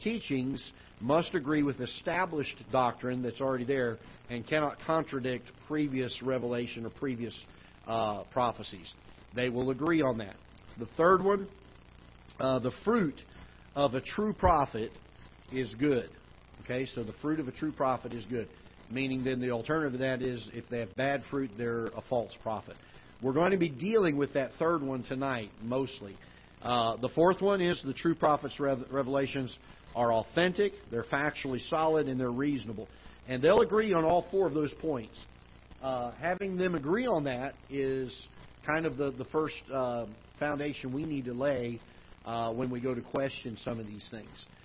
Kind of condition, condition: setting, large echoing room